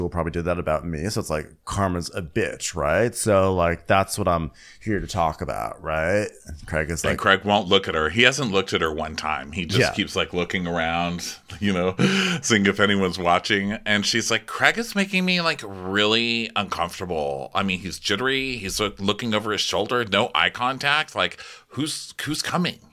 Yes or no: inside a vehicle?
no